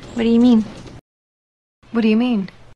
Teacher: Las palabras do you podemos pronunciarlas de la manera más corta a decir do ya, do ya. Las palabras what y do podemos unir los sonidos de final de what y inicio de do para hacer un solo sonido de d, d.